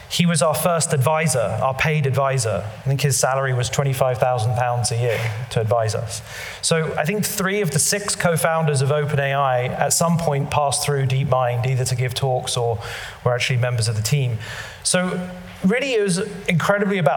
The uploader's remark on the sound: live at the Tabernacle theatre in London